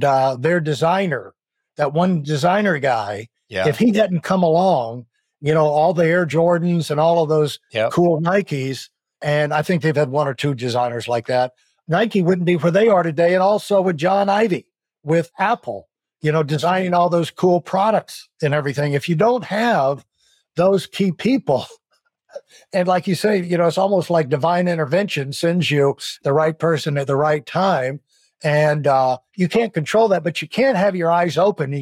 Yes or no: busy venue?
no